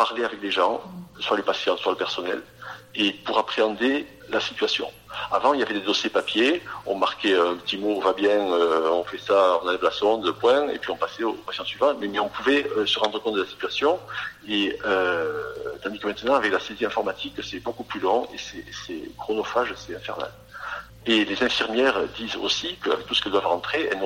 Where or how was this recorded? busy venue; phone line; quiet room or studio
phone line